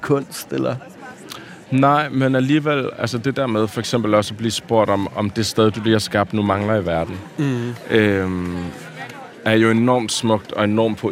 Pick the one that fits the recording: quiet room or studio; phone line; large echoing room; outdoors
outdoors